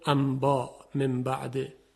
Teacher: اگر نون ساکن قبل از حرف ب قرار بگیره قلب به میم میشه